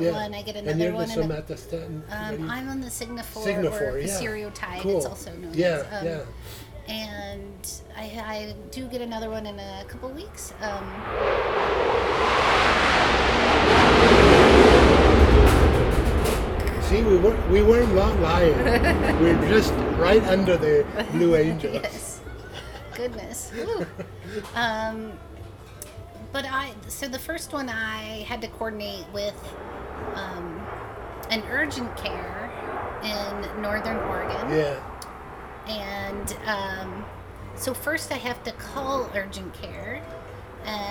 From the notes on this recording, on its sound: Not surprisingly the Fleet Week event in San Francisco created a few distractions as we were recording the podcast. Not surprisingly the Fleet Week event in San Francisco created a few distractions as we were recording the podcast.